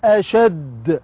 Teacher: دال حرف مشدد موقوف عليه مع القلقلة